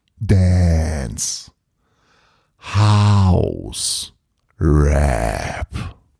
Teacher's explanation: Bei Dance, House und Rap ziehe ich die Vokale lang.